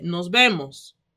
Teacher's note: in Spanish, speaking with that swag, you pronounce the V's like B's. This is not nos vemos.